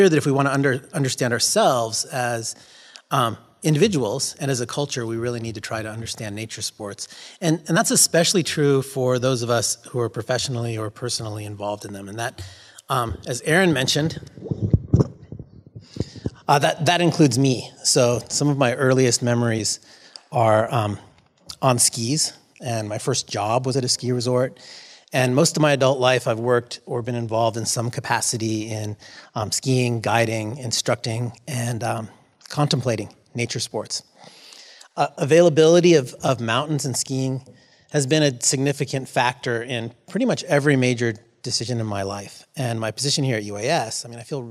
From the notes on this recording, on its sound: RECORDED: Friday, September 14th, 2018 at the Egan Library in Juneau. Addressing Alaskans features local lectures and forums recorded at public events taking place in Southcentral Alaska.